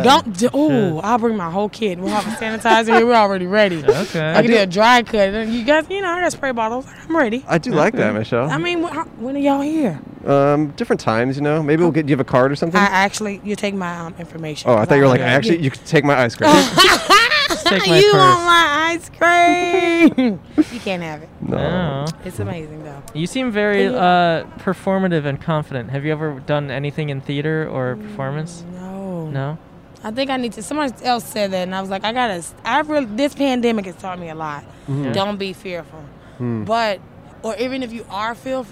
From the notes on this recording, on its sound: We set up outside the iconic shoe store Skechers. Recorded on N San Fernando Blvd in Burbank, CA.